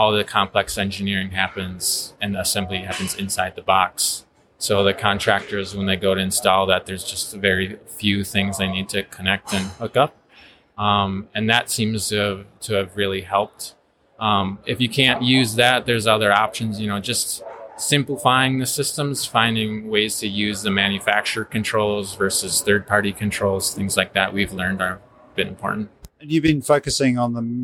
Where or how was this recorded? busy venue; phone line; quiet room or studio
busy venue